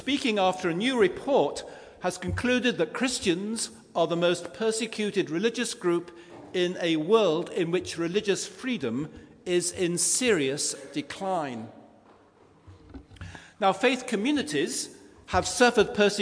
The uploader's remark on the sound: Christ Church, Bayston Hill (UK)